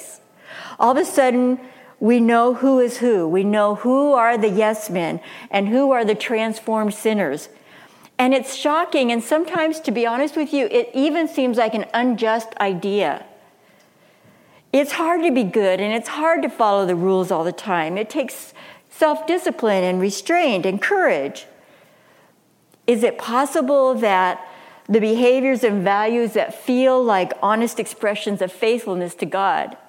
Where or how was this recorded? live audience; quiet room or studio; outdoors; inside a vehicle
live audience